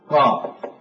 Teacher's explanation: وهو صوت ساكن القاف زائد صوت لين طويل، مضافا إليه صوت ساكن زائد صوت لين قصير وهو المقطع الأول.